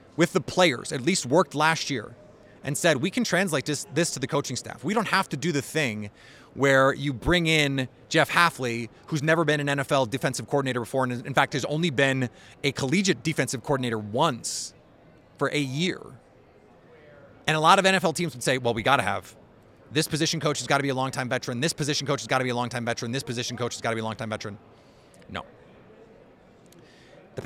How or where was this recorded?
busy venue